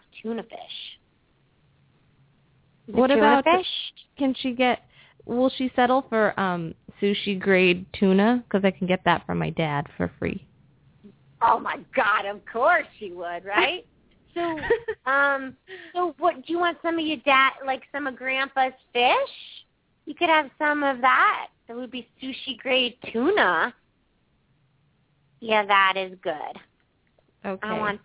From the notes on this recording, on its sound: open up the lines for listeners to call